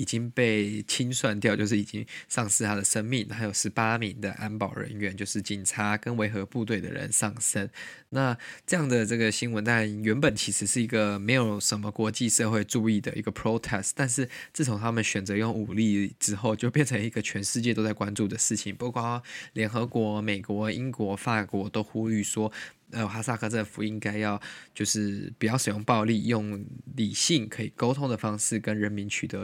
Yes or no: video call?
no